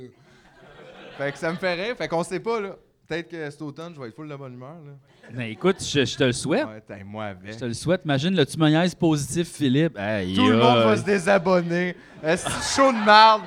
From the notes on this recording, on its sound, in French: Épisode enregistré le 9 mai 2023 au Terminal Comedy Club à Montréal.